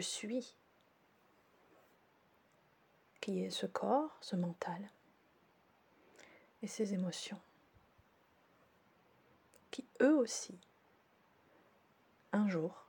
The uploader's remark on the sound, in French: Ce podcast a été enregistré en Présence de Réglisse, l'auteure du ronron l'accompagnant.